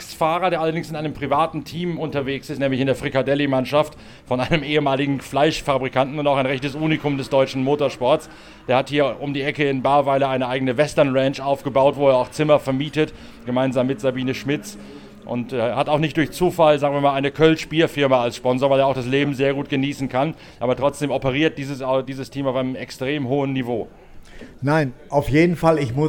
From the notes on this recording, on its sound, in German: Live aus dem Shell Helix Ultra-Track Lab auf dem Nürburgring. Meldet sich live aus seiner Box, nachdem er sich eigens für unseren Podcast von der Boxenmauer losgeeist hat.